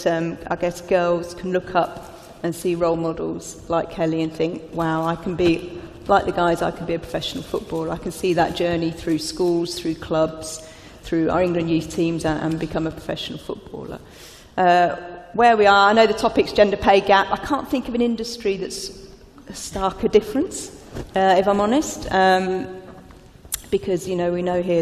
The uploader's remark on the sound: Live From London. Heads to Bloomberg’s UK Equality Summit for our first ever live taping.